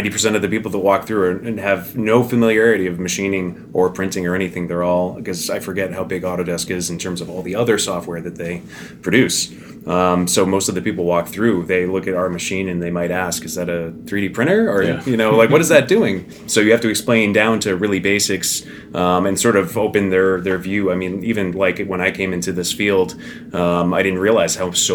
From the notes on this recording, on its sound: Autodesk University 2018 Roundtable. Recorded on site at AU2018.